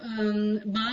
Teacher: ان جتنے بھی واؤلز لیٹر جیسے فتحہ، دمہ، کسرہ، ٹھیک ہے، اس کے لیے جیسے فتحہ ہے تو آپ نے آ بولنا ہے، تو آپ اپنے لپس کو جو با بولتے ہیں تو با کیسے آپ کے لپس کے دونوں لپس کے اوپر نیچے کے لپس کے ٹکرانے سے آتا ہے